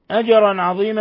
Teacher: أجرا عظيما، الجيم تقلقل لسكونها، وتنوين فتح جاء بعده العين إظهار حلقي. أجرا عظيما، وعظيمة حالة الوقف عليها وهي رأس آي، وهي تنوين فتح موقوف عليه فيبدل ألفاء ويسمى مد عوض، ولا يمد إلا حركتين فقط.